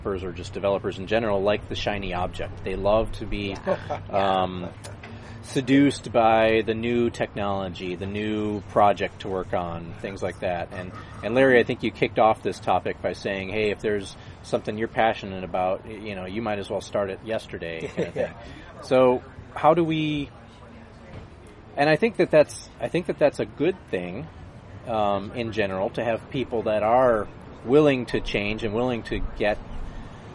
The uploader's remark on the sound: outside a Coffee Bean and Tea Leaf in Irvine